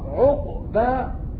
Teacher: قرأت بسكون القاف عقبا مع القلقلة